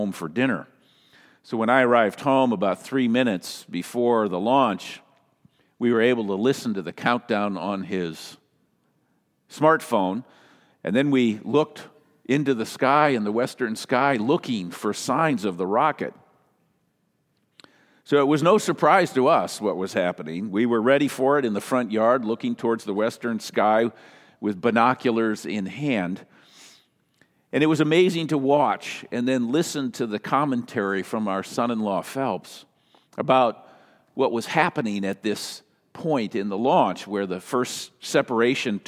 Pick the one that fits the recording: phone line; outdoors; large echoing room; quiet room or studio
large echoing room